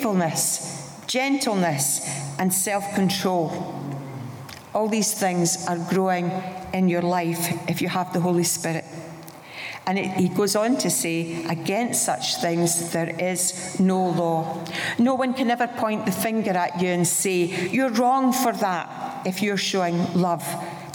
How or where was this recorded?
live audience